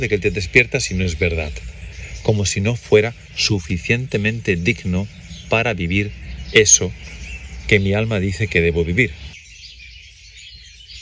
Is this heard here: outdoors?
yes